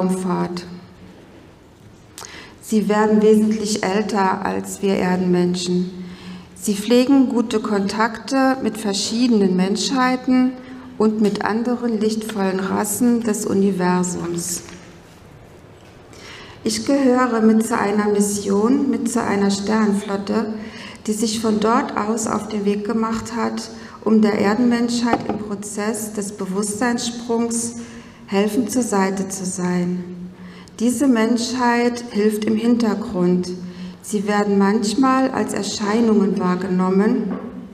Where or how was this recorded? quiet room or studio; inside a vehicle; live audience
live audience